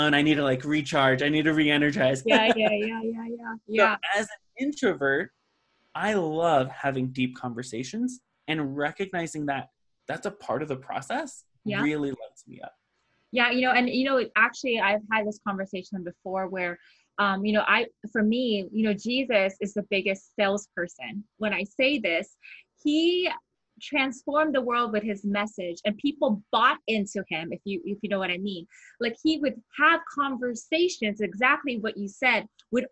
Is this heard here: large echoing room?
no